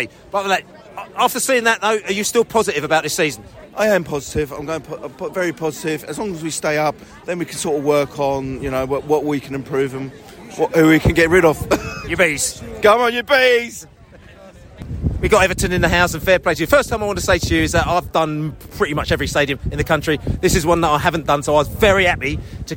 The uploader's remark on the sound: post-match podcast from the pub